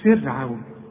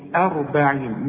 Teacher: رقق الراء بتاعت فرعون وفخم الراء بتاعت 40